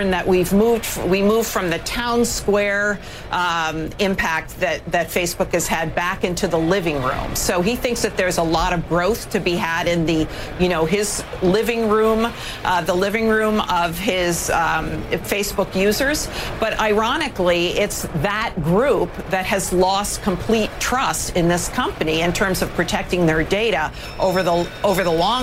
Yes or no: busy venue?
yes